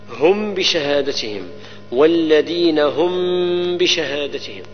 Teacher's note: إخفاء الميم لوجود الباء نعم مع غنة